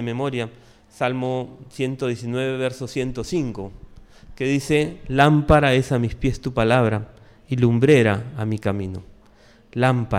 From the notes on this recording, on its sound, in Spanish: Presentado en vivo el domingo 22 de enero de 2023. Mariscal Sucre 317, Barranco.